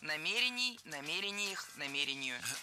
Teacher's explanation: Ударение в этом слове ставим на второй слог и не меняем это ударение при изменении слова.